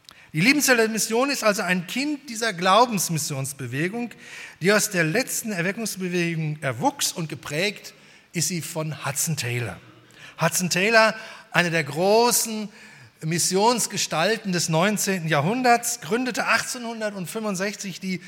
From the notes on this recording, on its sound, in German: Bei der 120-Jahre-Feier der Liebenzeller Mission.